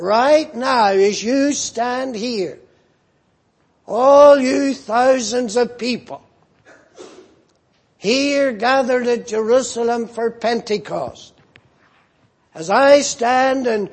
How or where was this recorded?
large echoing room